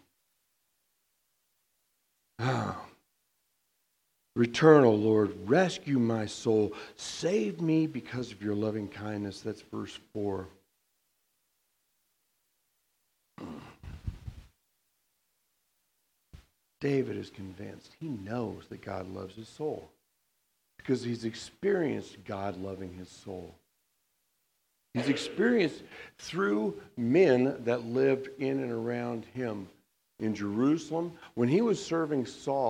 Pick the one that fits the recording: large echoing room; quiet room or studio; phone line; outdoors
large echoing room